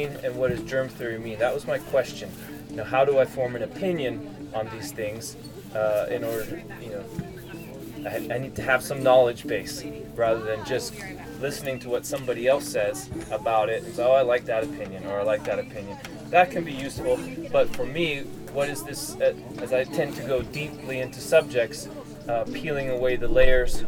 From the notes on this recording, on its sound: this talk was recorded at a gathering in northern Utah, Fire To Fire